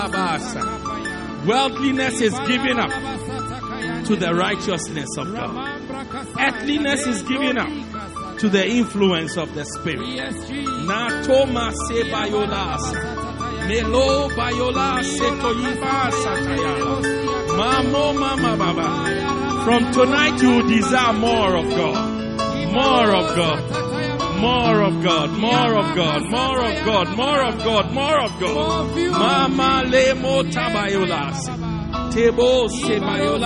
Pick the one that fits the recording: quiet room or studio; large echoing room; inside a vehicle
large echoing room